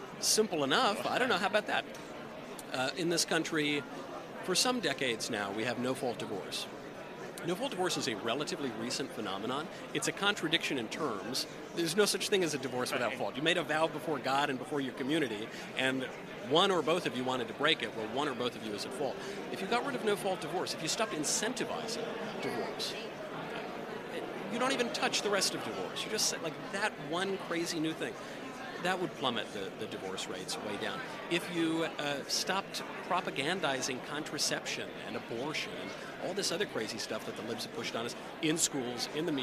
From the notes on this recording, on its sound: was Live at CPAC in Washington DC to interview the speakers